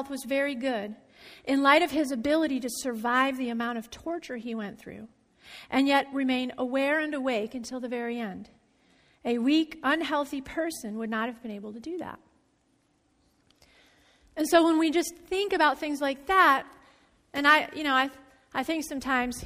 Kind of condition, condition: setting, large echoing room